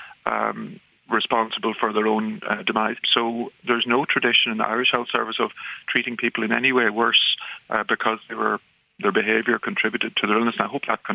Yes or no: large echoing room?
no